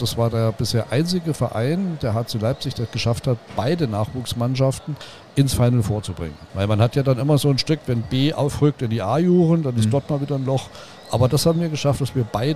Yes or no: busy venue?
yes